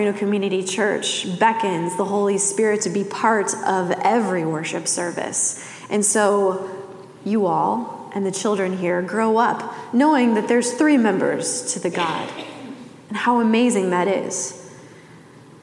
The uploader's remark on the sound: Message delivered during the Classic service.